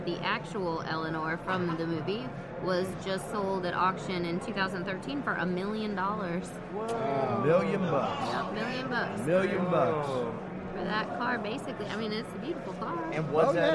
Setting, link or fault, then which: setting, busy venue